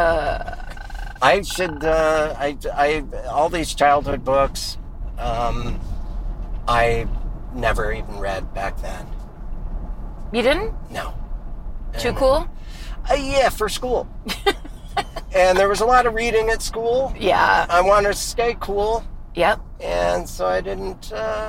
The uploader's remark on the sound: After three years of making new friends over Zoom, the mobile comedy podcast is back in the car!